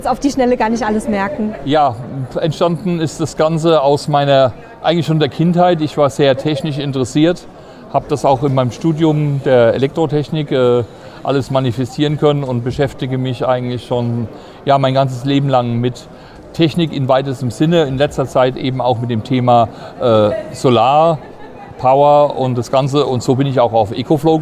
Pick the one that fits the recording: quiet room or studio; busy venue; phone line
busy venue